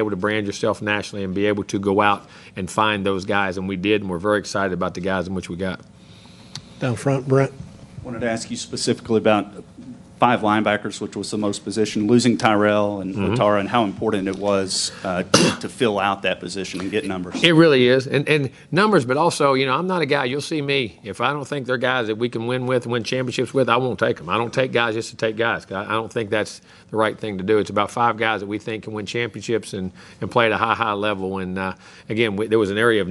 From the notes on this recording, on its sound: press conference from Kyle Field (air date 2/6/19).